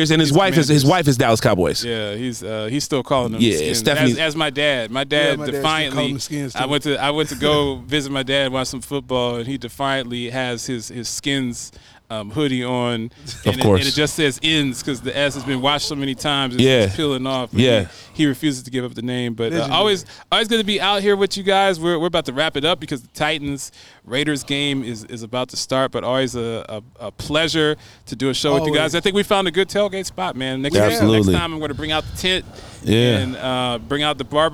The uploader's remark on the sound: LIVE from Horizon Park in Nashville, TN at the Titans Raiders Tailgate!